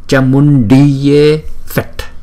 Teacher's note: Chữ N và chữ D có dấu nặng thì chúng ta phải đọc cong lưỡi và cái hơi từ trong cuống họng chúng ta đọc ra.